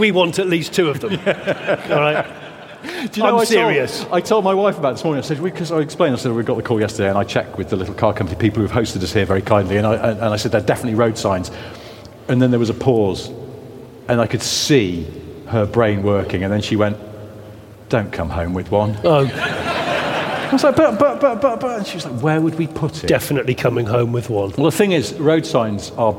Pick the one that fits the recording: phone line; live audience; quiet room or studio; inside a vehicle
live audience